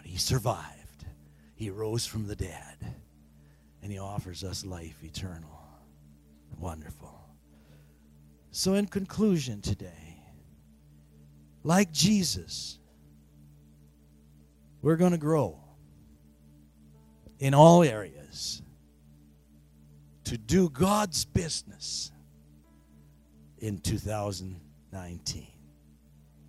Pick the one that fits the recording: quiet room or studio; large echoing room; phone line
large echoing room